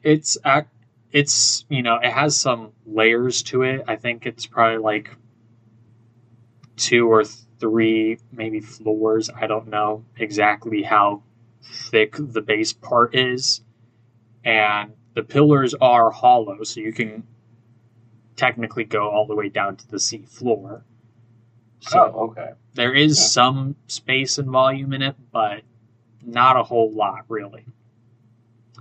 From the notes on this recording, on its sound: apologies in advance if the audio quality is less than perfect on this one.